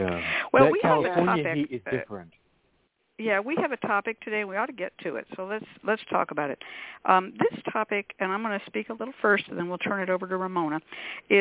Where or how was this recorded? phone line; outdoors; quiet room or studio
phone line